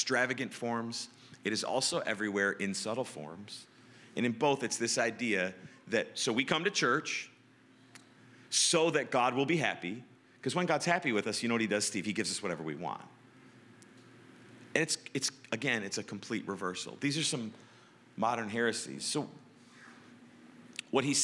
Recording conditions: large echoing room